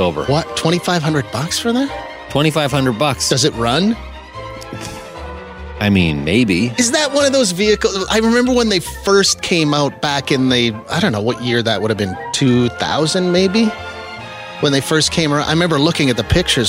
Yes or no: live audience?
no